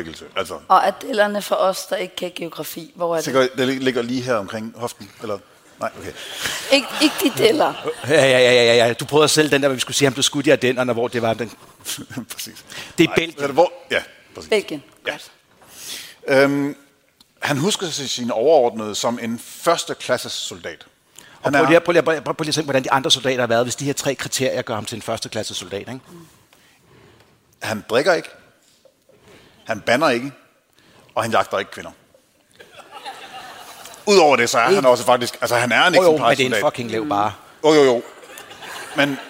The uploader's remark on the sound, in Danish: Live fra Århus Musikhus